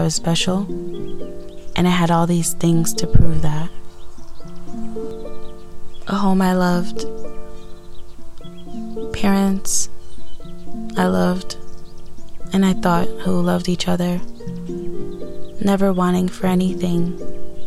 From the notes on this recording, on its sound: Today I tried to be one with nature and sit outside as I record.